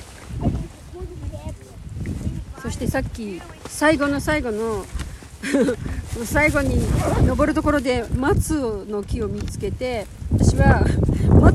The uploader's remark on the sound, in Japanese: Pedra Grandeの頂上から。第79回は、Atibaiaにある岩山Pedra Grandeの上で収録しました！片道2時間ちょっとの適度にハードな登山。正直すごく寒かったです！